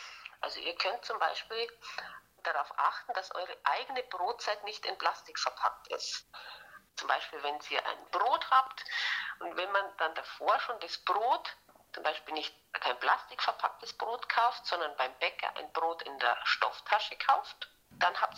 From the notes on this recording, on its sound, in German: Per Telefon interviewen.